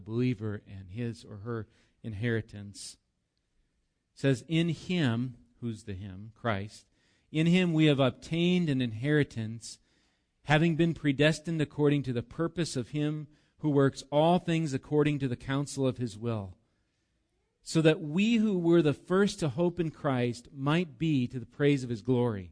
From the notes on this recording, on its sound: Recorded live at Bethany Bible Church